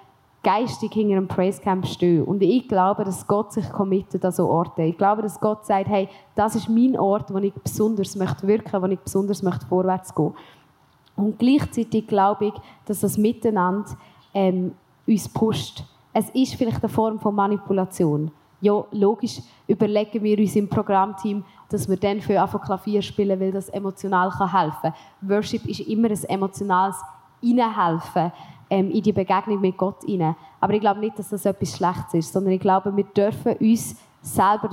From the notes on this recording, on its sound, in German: LIVE vom PraiseCamp. Wir sind wieder da und melden uns direkt mit einer Spezialfolge zurück, die wir über Neujahr am PraiseCamp aufgenommen haben. Warst du vor Ort bereits dabei und möchtest nun hören, ob man dich an deinem Klatschen erkennen kannst?